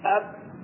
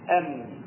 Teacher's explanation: الباء انطباقها اكثر من الميم